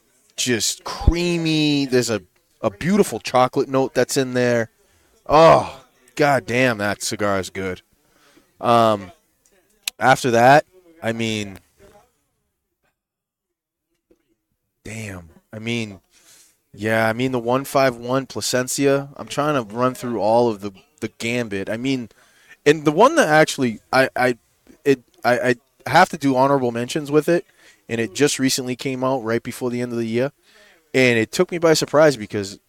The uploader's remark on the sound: Recorded live from the 7-20-4 Lounge!